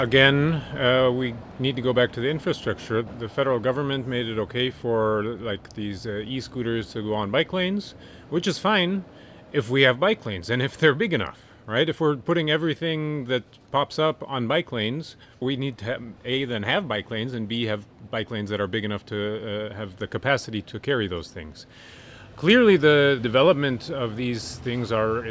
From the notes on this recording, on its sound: Recorded outdoors in the Berlin neighborhood of Prenzlauer Berg.